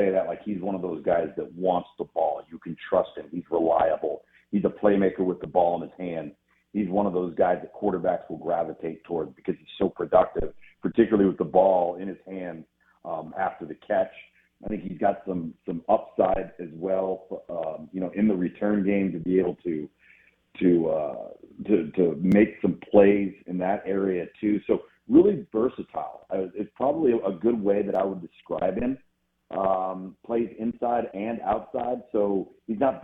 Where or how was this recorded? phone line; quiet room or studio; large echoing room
phone line